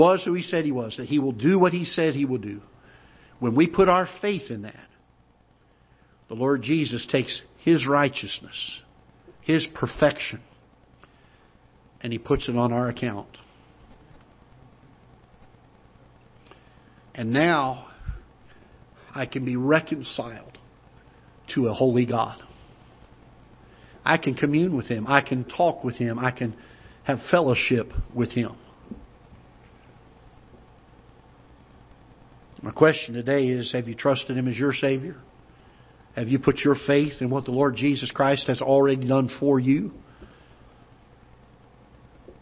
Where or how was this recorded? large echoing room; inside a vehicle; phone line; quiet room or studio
large echoing room